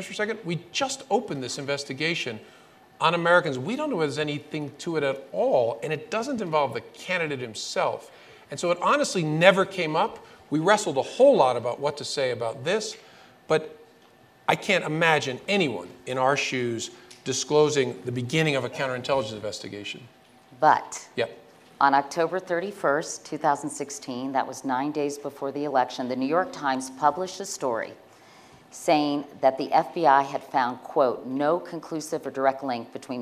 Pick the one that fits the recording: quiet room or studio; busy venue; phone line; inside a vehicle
busy venue